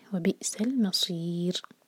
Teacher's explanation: صاد heavy ہے اور رو پر ہم رکیں گے تو رو ساکن کریں گے، اور رو سے پہلے یا ہے تو رو ساکن کو ہم باریک پڑھیں گے، وہ بی سل مصیر. صاد کو سین کی طرح نہیں پڑھنا، زبان کی ٹپ نہیں یوز کریں گے، اس کو ہیوی پڑھیں گے